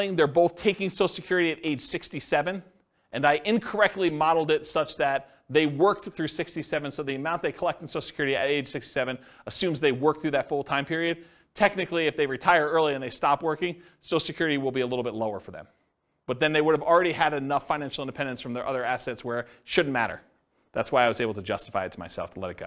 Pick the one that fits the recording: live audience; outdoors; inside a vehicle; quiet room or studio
live audience